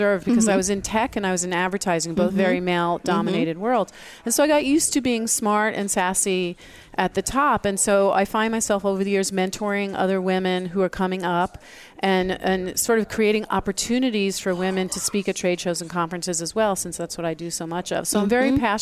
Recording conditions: busy venue